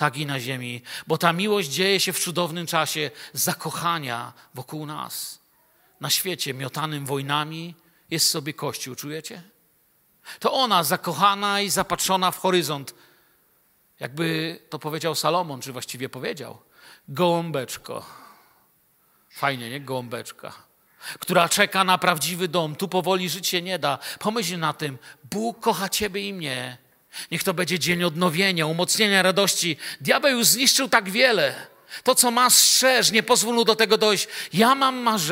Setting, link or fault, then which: setting, large echoing room